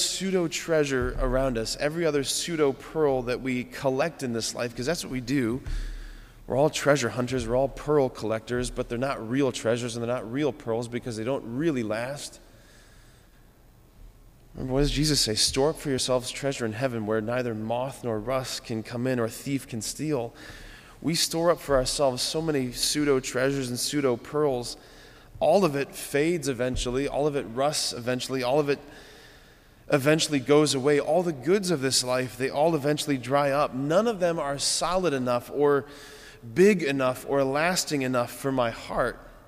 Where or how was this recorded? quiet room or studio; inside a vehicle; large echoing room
large echoing room